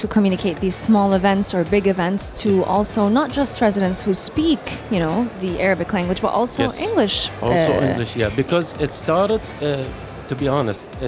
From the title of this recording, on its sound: Live from Global Media Congress